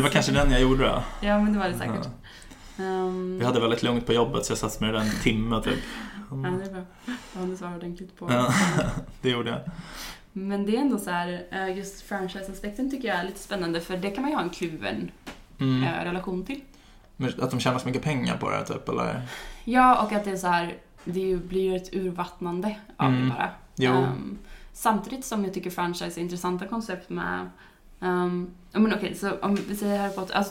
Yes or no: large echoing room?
no